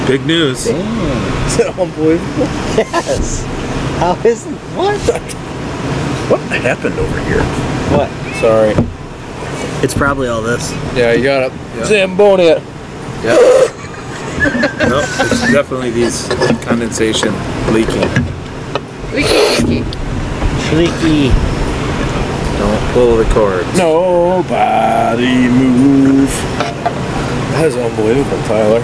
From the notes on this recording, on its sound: The carnies' generators make for annoying background noise but our county fair vibes can't be beat!